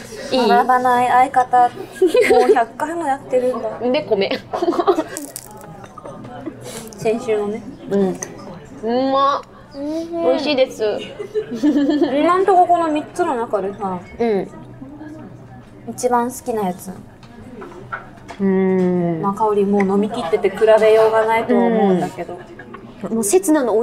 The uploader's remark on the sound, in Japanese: 今回もニッポン放送を飛び出して「The CHOYA 銀座BAR」さんにお邪魔しての収録です！外ロケですが。